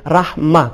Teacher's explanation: مثلا رحمت، رحمت وہاں پہ لمبی تا اگر آ رہی ہے اس کو ہم جو وہ خود اس تا کی صورت میں پڑھیں گے، لیکن اس کے مقابلے میں جو گول تا آ رہی ہے گول تا کو ہا کی شکل میں بدل کے پڑھیں گے